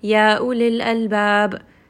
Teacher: He is only reciting it for two vowel counts. · Term: mad jaiz munfasil